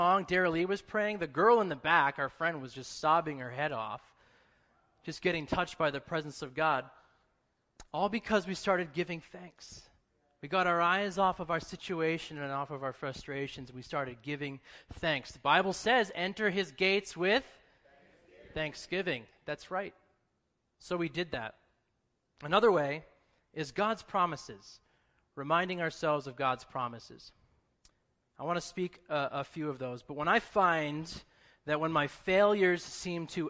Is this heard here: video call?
no